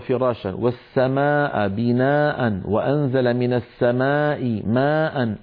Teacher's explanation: أربع كلمات متتالية فيها مدود متصلة، لا بد للقارئ من أن يسوي بين أزمنة هذه المدود الأربعة. يعني ما بيصير بعض إخواننا الله يهديهم يطولون واحد أكثر من الثاني، هذا لا يصح. · Term: مد متصل